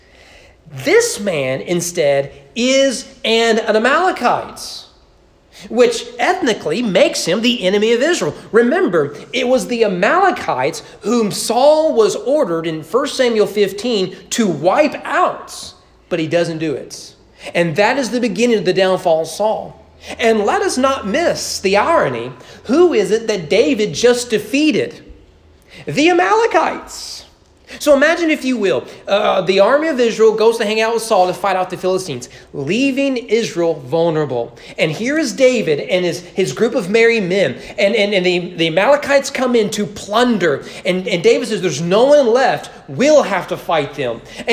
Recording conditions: large echoing room